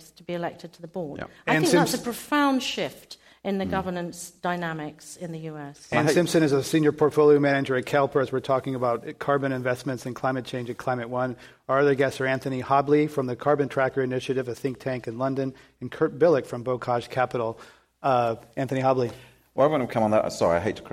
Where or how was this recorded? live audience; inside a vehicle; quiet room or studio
live audience